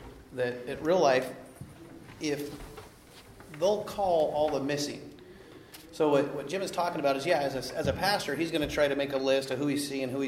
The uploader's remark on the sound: The following audio comes from the National Disciple Making Forum. The Relational Discipleship Network hosted a track called "Relational DiscipleShift: How to Create a Disciple Making Church Culture".